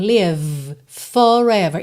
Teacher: Forever começa em F. O F e o V são feitos no mesmo local, né? Olha, lábio inferior, lá no dente superior.